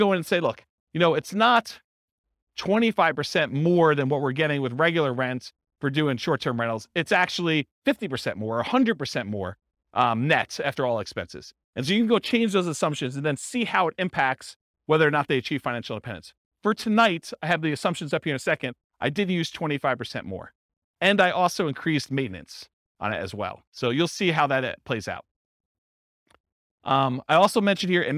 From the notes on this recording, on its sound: This was a live class recorded